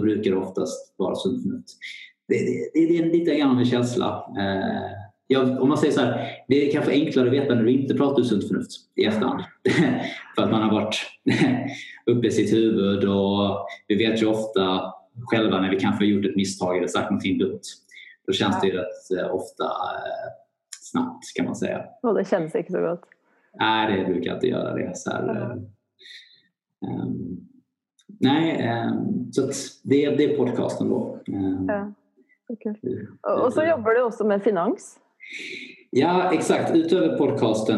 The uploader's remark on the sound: Her i samtale via en Skype call fra Sverige. Lyden bærer litt preg av avstanden.